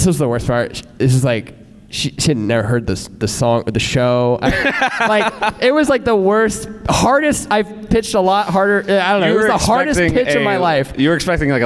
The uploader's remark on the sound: Live in Chicago. At the first ever Launched Live at Deep Dish Swift in Chicago.